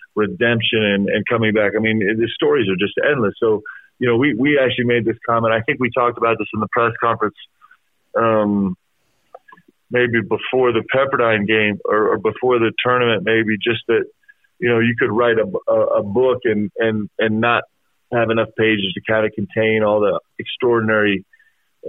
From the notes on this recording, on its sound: teleconference with the media